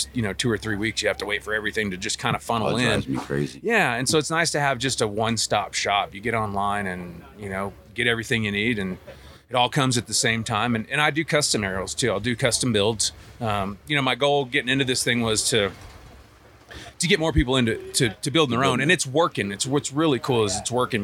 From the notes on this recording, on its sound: Live from Mountain Archery Fest